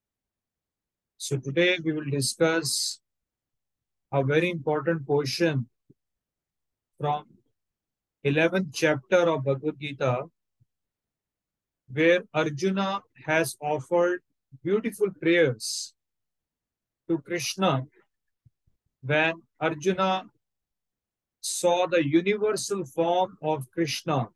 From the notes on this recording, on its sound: Online Zoom Session